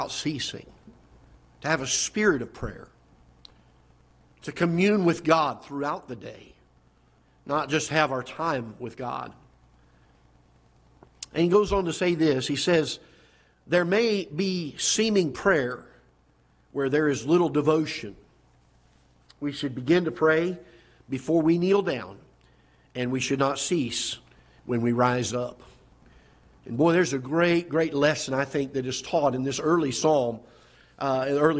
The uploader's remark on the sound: Ketha Heights Baptist Church ~ Live Broadcast